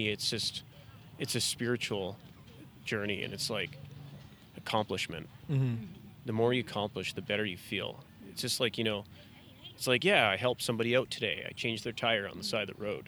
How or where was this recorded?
outdoors